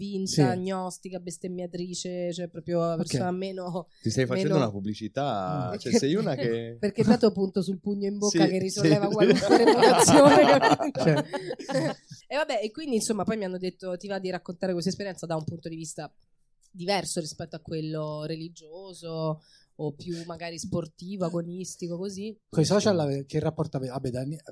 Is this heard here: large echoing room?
no